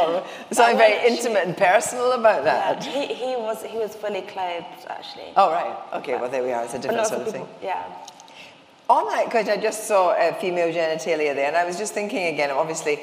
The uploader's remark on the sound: In this panel discussion recorded in the RA's Benjamin West Lecture Theatre.